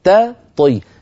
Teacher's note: نرقق التاء في كلمة يستطيع ونفخم الطاء، لابد من ترقيق التاء وتفخيم الطاء. إن قلنا يستطي أضعفنا الطاء، وإن قلنا يستطي قلبنا التاء طاء.